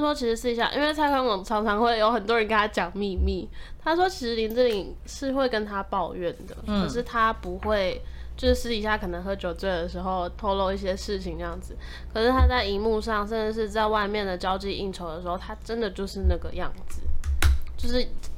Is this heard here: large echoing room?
no